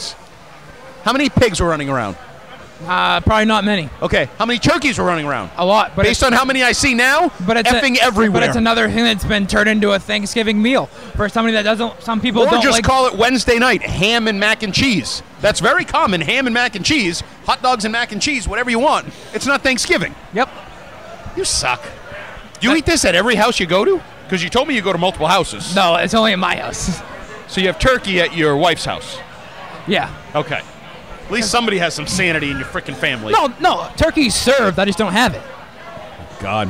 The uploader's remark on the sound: Live from Lord Hobo Brewing in Woburn.